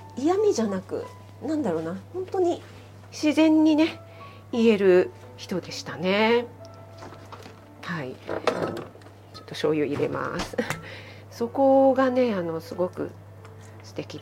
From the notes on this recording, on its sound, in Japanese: 卯の花 作りながら収録してます。